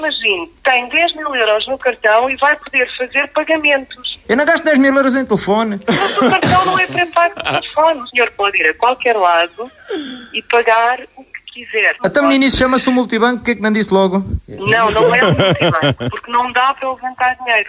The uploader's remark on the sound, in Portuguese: RFM - Telefonema